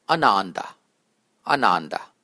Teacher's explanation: Making the second A long, you get ananda, ananda, which is, though quite common, not exactly correct.